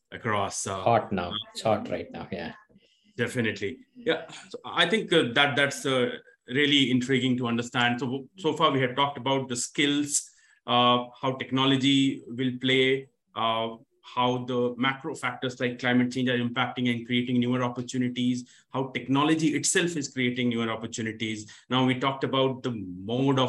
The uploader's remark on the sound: This webinar was recorded on Thursday 4th August 2022.